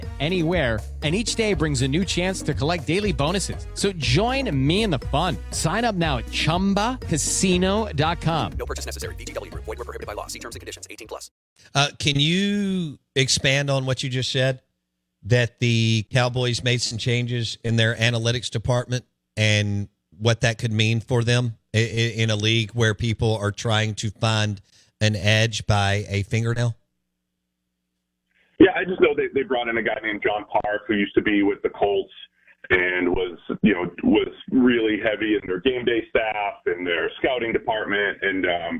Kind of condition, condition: link, phone line